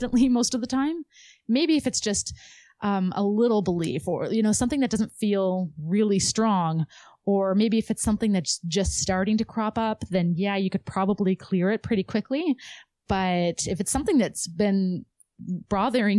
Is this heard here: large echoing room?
no